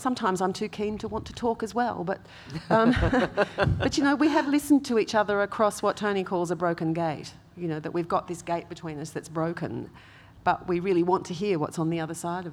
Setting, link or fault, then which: setting, live audience